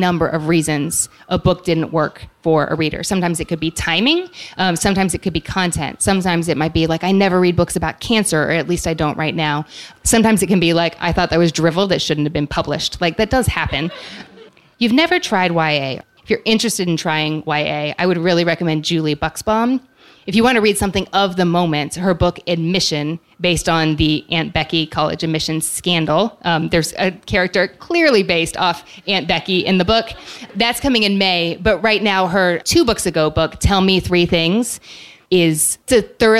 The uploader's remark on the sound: Today we’re sharing the live audio from my book tour stop at the Strand in New York City. In the next segment I’m joined by a Strand bookseller to do some on-the-fly literary matchmaking for our live audience.